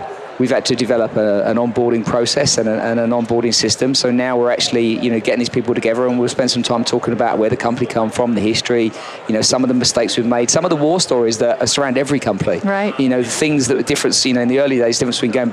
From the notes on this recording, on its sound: LIVE from Las Vegas, at #HRTechConf